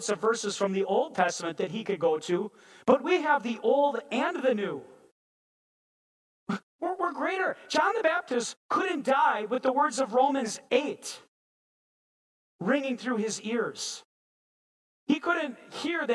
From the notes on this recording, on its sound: preached this sermon at Bethany's Sunday worship on December 11, 2022